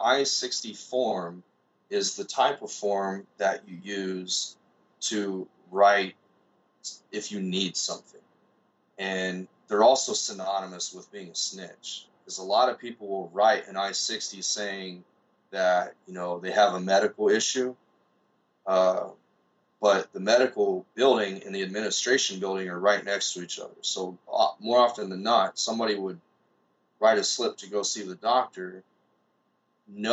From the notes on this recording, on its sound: he sat across from me via Skype